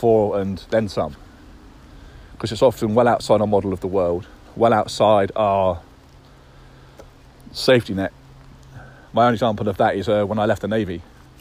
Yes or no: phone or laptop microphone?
yes